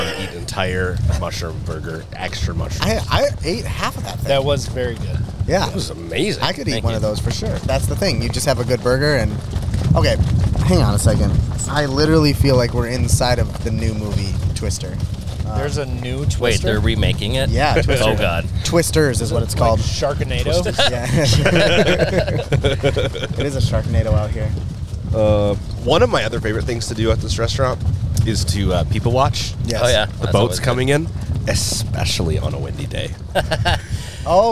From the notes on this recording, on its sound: Live from a WINDY Ernies on Gull. Live from a WINDY Ernies on Gull. The Listen Local guys ventured over to Ernies.